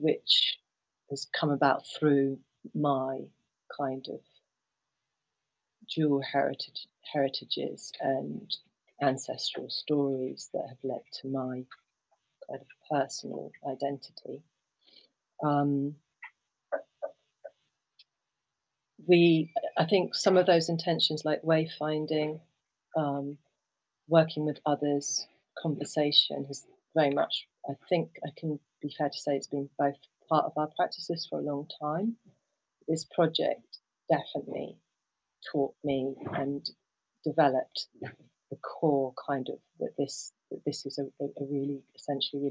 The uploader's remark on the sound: Please note: These podcasts were recorded in different locations and with a range of equipment. As such the sound quality varies and at times external factors are more present than ideal in the recordings.